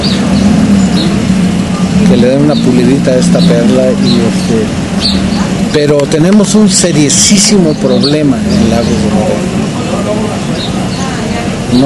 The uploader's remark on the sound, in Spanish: Una interesante reflexión entre café y ruidos del pueblo con un intelectual de Lagos.